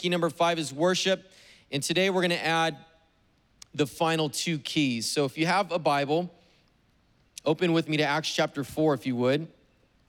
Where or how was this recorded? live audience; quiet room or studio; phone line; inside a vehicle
live audience